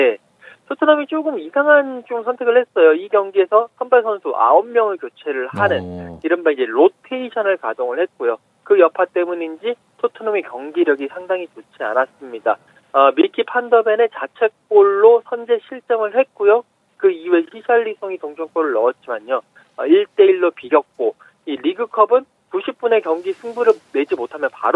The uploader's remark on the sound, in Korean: 전화연결